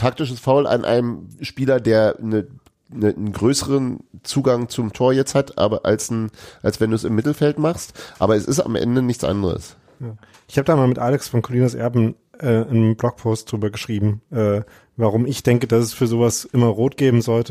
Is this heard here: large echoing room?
no